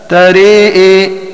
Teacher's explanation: يميل حمزة والكسائي الهمزة مع الألف التي بعدها · Term: إمالة